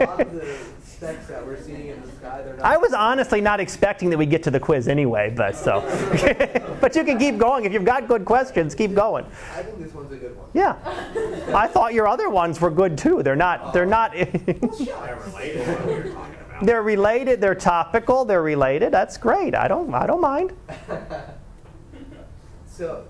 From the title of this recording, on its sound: Live Class Lecture